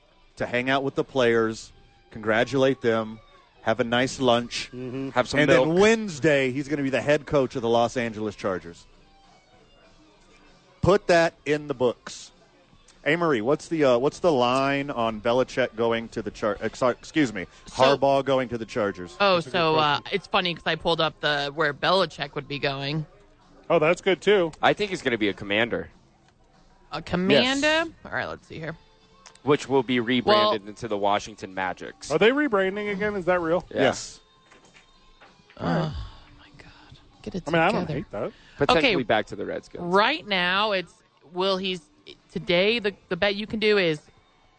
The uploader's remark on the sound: live at Howies to watch the National Championship Game